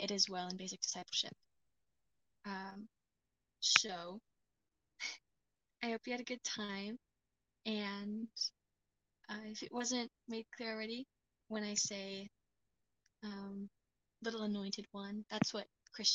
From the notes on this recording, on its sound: I desperately need a new mic